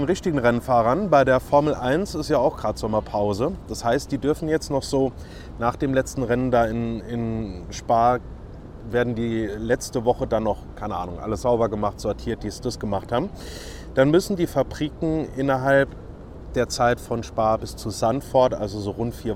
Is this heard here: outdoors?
yes